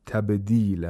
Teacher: We have qalqala of the ba in the word tabdila.